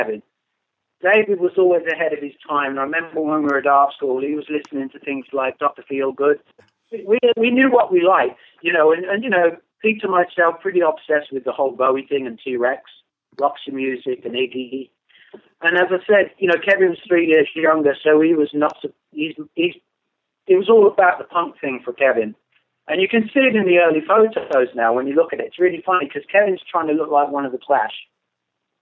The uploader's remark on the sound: talks on the phone